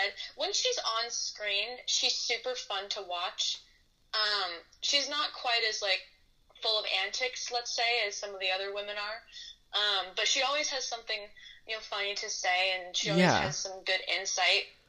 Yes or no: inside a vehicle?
no